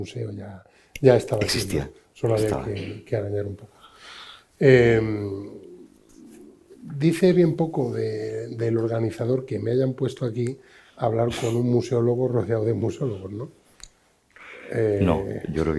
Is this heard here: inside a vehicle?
no